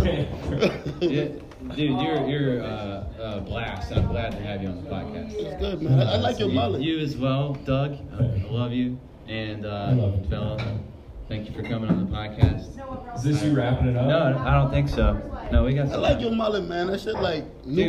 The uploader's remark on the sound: Recorded live at the SandBar in Irmo SC.